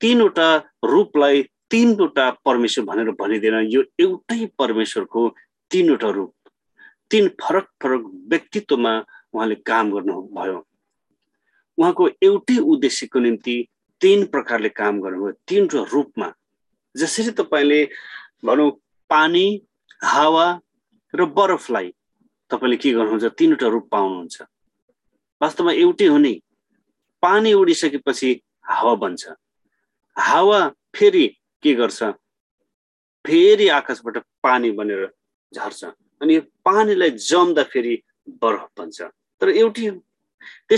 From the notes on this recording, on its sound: zoom class